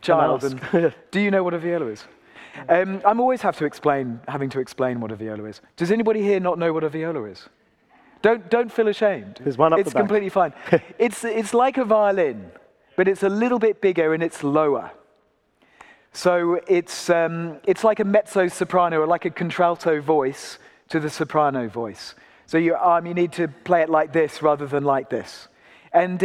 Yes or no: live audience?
yes